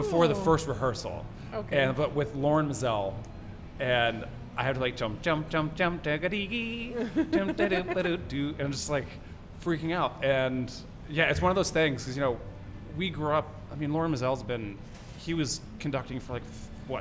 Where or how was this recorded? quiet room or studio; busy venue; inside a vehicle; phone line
busy venue